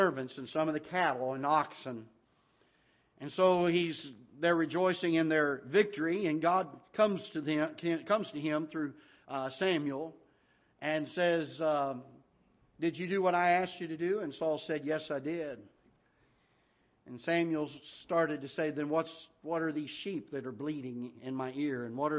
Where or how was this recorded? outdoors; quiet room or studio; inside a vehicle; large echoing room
large echoing room